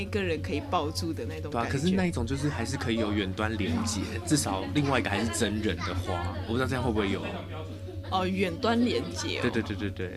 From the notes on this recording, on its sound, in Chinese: 在外面錄音已經快要變成本節目特色，。手一直敲到桌子，。所以麥克風一直有雜音還請大家見諒。